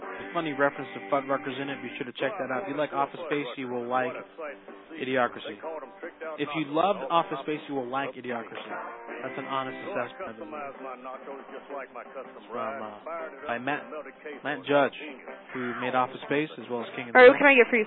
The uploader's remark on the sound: Prank Phone Calls